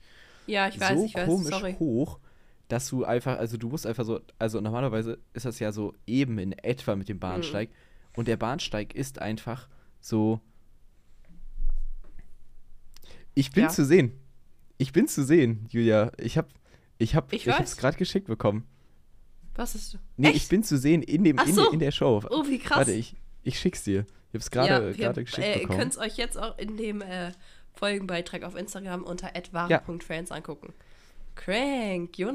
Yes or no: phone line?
no